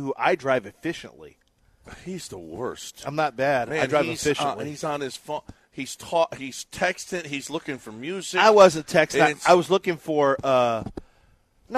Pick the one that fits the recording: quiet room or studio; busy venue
busy venue